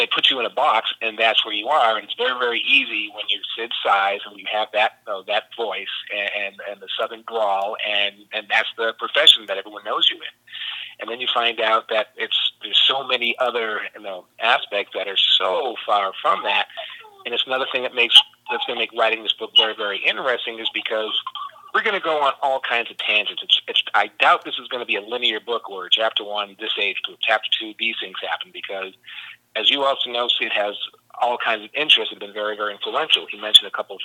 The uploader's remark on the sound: a 3 part phone call